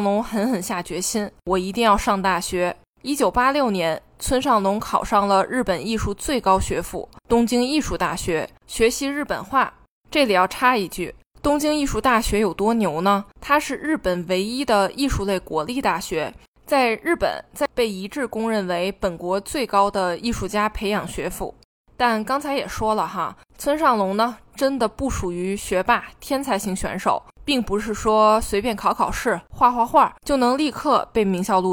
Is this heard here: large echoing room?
no